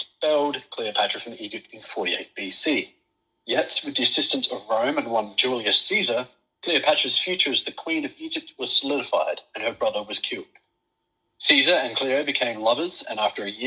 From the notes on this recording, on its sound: PS: Apologies for some of the audio quality. Due to being in isolation, I have had to record via phone call!